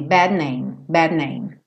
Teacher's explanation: O meu D já se transforma num N.